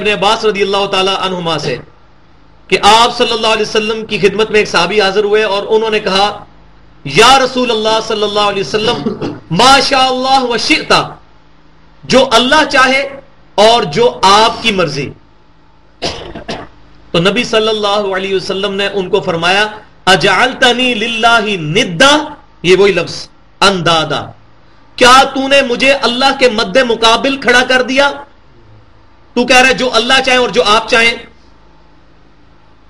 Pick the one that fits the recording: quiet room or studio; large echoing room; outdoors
large echoing room